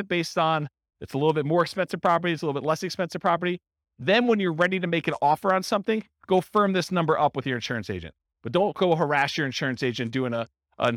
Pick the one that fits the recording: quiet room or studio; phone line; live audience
live audience